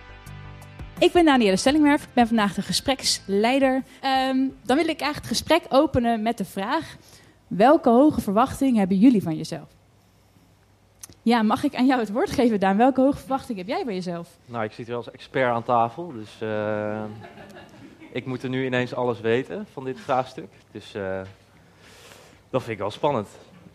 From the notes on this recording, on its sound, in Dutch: Live gespreksprogramma dat op 2 juni 2023 werd opgenomen in de Serre van de Botanische Tuinen in Utrecht. Het maakte onderdeel uit van de Dag van het Uitstelgedrag van het Student Support Centre.